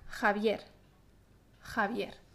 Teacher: El sonido j se pronuncia detrás en la boca como en la palabra Javier.